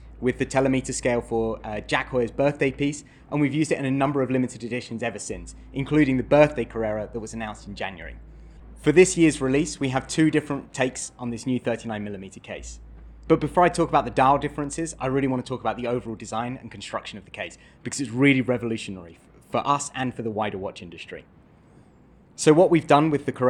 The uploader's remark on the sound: Live from Watches & Wonders in Geneva